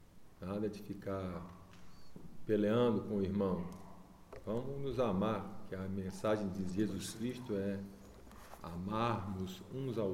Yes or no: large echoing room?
yes